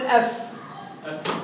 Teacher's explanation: من الشفة السفلى مع أطراف الثنايا العليا · Term: الفاء